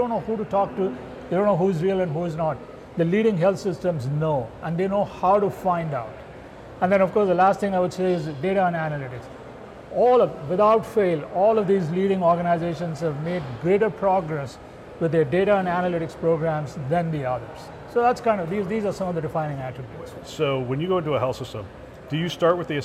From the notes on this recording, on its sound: live from CHIME’s Fall Forum